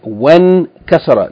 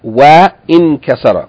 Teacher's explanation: the waw with fatta should be joined directly to the noon with sukoon · Shown in: first take · Yani, so the hamzatul wasl is just joining the vowel of the waw to the first letter, original letter of this word, which is noon with sukoon.